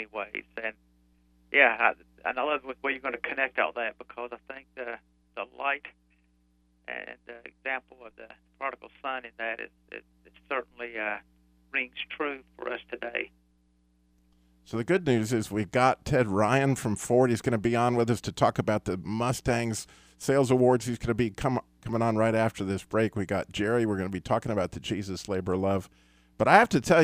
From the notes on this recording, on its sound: via telephone